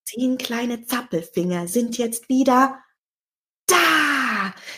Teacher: es war eine kurze Pause vor dem Wort da. Das hat das Wort da noch mehr hervorgehoben.